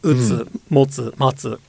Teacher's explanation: that's all high to low because it has two syllables · Term: pitch accent